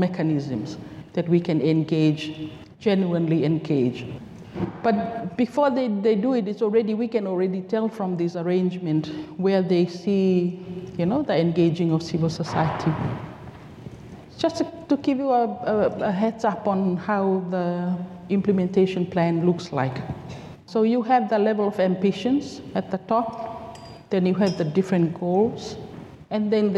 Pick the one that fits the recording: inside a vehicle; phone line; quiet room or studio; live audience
live audience